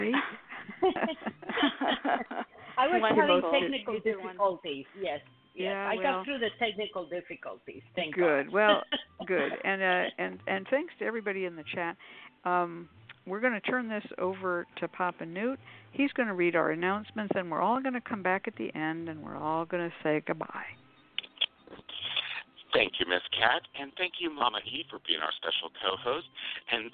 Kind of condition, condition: link, phone line